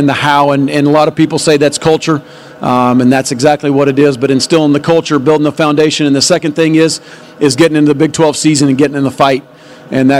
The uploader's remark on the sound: takes questions during Big 12 Media Days on Monday at AT&T Stadium in Arlington